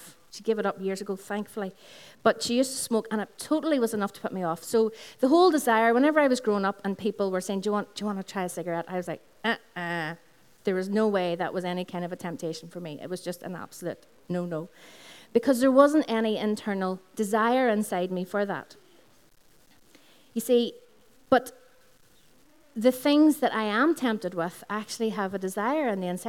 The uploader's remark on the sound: Recorded on 5th June 2016 at our Sunday Celebration, which is held from 11am at the Integrated College, Dungannon.